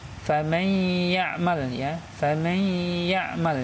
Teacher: ya ya sebagaimana kita sampaikan secara bahasa idgham itu memasukkan ya jadi nunnya itu sudah gak ada ya sudah gak tidak dibaca · Term: idgham biguna